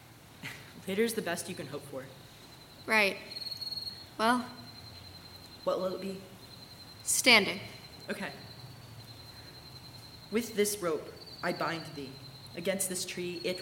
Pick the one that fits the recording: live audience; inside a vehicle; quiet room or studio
live audience